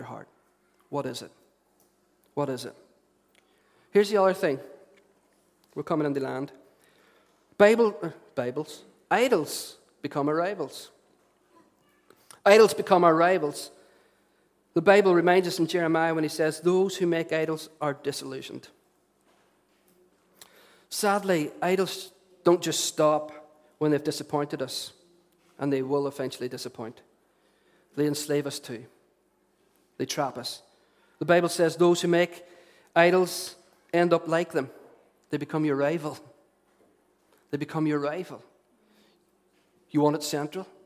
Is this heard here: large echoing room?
yes